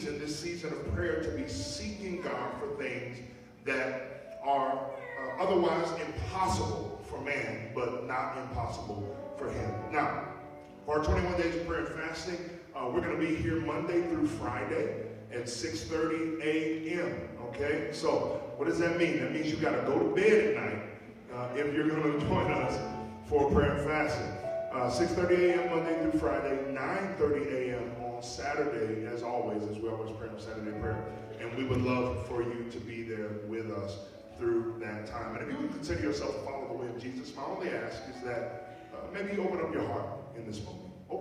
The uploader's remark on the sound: Note: there are some technical difficulties with the audio for this week. This was recorded at our 10:00a corporate worship service.